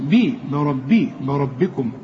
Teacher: بربكم الراء فقط هي المفخمة، والباء هنا تكون أكثر رقة لأنها مكسورة